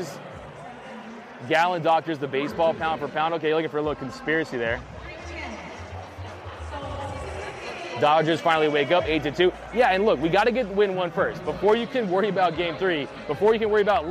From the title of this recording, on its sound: Live From Dodger Stadium